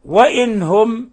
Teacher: النون الساكنة جاءت في كلمة والهاء في كلمة أخرى، فالحكم التجويدي أنها إظهار حلقي